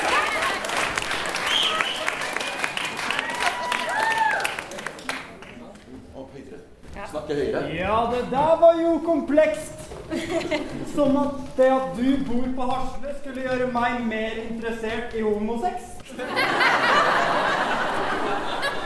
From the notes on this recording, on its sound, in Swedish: under SPKRBOX-festivalen